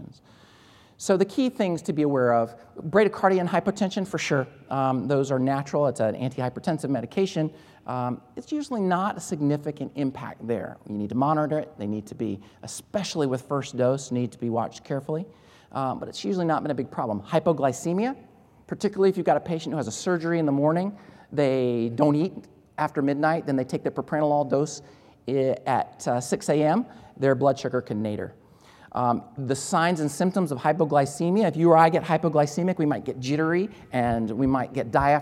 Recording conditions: large echoing room